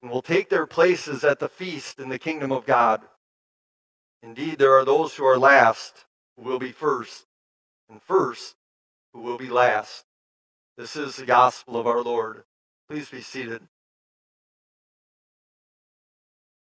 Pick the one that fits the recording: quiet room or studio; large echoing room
large echoing room